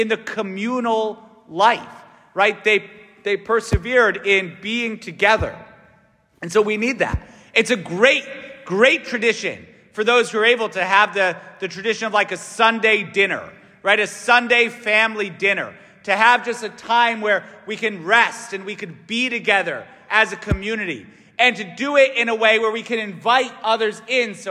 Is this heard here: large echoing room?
yes